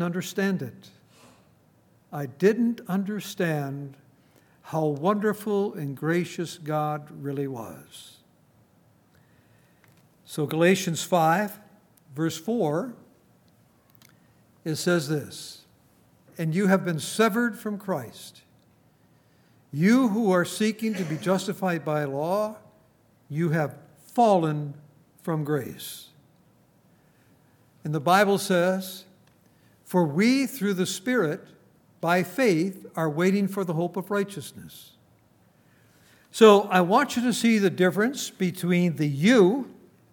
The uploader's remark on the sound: At Grace Bible Fellowship in Front Royal, VA.